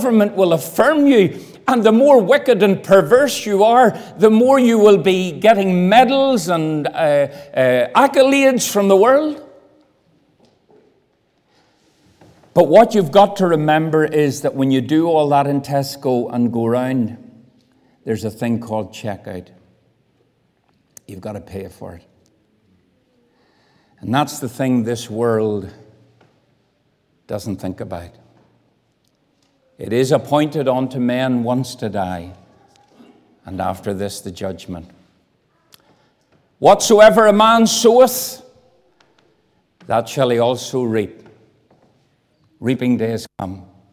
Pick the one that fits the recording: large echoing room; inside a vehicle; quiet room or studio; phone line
large echoing room